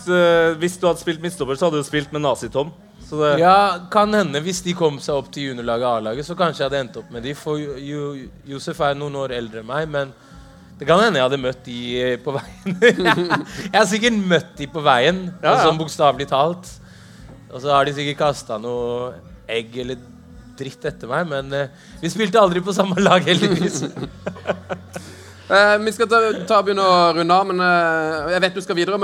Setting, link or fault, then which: setting, live audience